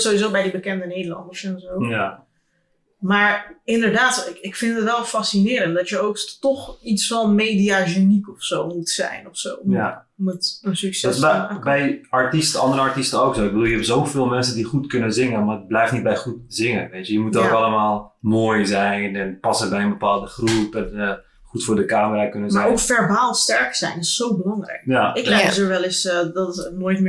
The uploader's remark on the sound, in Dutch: Lekker weer een goeie ouwe aflevering met audioproblemen.